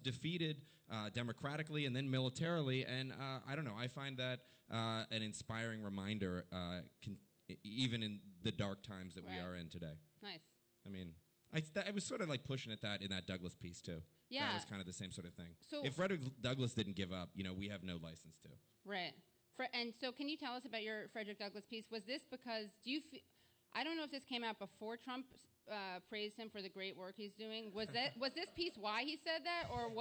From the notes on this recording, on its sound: This episode is a live taping